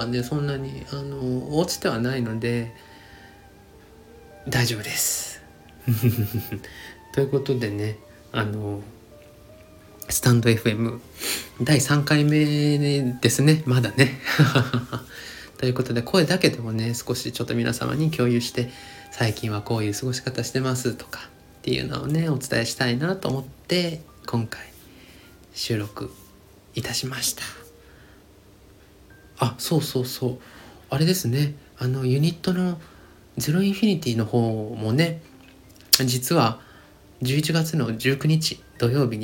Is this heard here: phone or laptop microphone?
yes